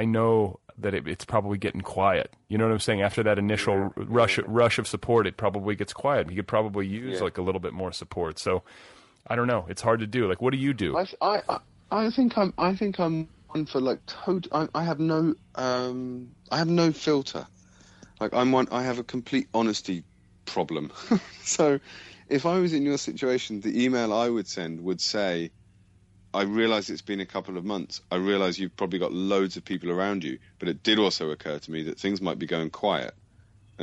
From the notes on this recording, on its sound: Spoke by telephone. He was at home in London.